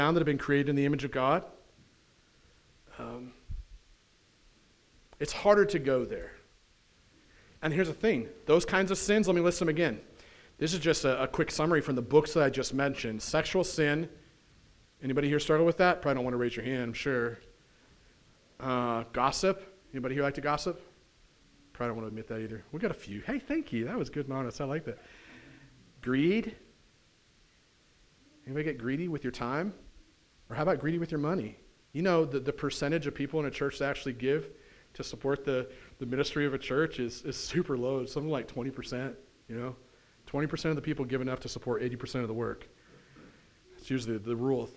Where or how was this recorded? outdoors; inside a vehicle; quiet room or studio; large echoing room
large echoing room